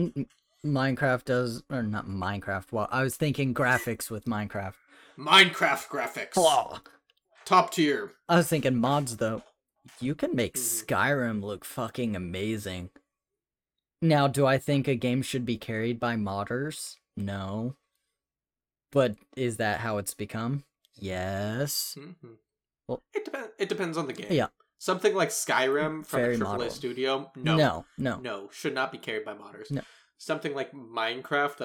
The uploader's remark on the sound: There is a weird echo present throughout the episode so apologies for that